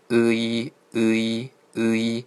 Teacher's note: 因为它不是一个音节，它是由，呃，和，一，连读出来的。明白了吗？所以是，呃，一，不熟练，你可以慢点，呃，一，呃，一，呃，一，读快呢会变成，呃，一，呃，一。来，现在会读的打一。嗯。这个音一定要分解读的啊。一次是读不上来的，一次读可能会读 A 这种发音啊。这不是 A 啊。它前面有ư，ư，然后呢，i，ư，啊，ư，这样可以。会了吧？这个音反正刚开始初学的时候觉得，哎，这个音好难啊，不难啊。读好ư就能读出，就这样的。嗯，也不要读太慢啊。ư，一，不要这样读啊。好的，然后我们再看第六个。第六个原因呢，和第七个是属于单元音的。发音的